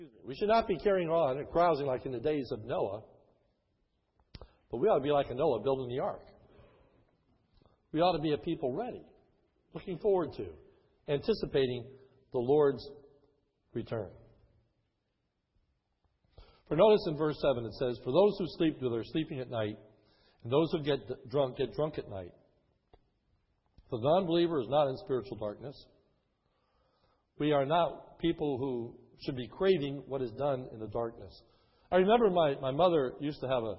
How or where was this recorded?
large echoing room